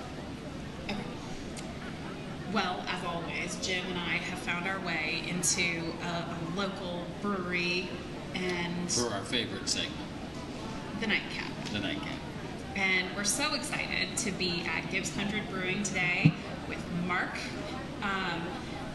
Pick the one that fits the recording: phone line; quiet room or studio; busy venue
busy venue